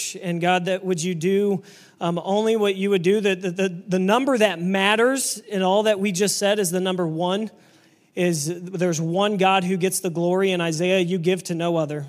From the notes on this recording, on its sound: This message was preached on September 17, 2023 at FIVE39 Church.